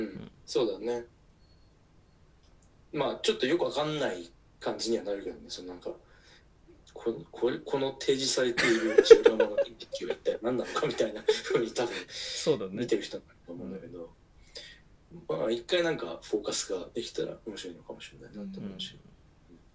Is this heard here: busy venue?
no